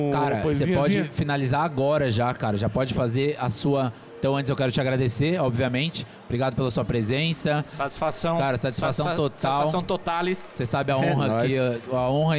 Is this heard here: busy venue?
yes